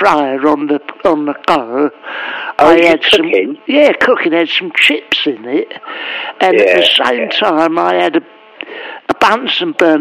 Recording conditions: phone line